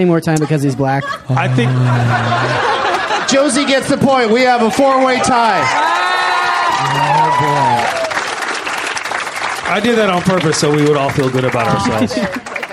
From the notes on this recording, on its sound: Recorded live at The Punch Line in Sacramento, California on January 16th, 2012.